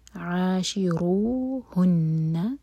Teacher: نون پر شدہ ہے تو نون پر غنہ کریں گے، ہولڈ کیا جائے گا